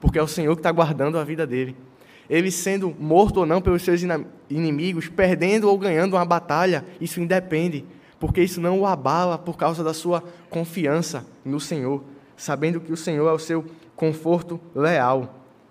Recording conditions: large echoing room